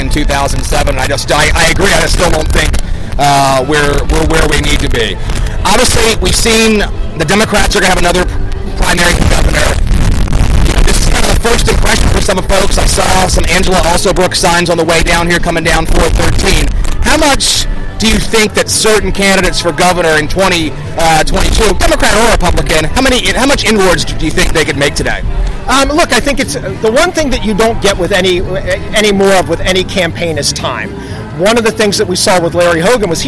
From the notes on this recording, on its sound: Red Maryland Radio Special Edition from the Tawes Clam Bake. Millar Tawes Crab and Clam Bake.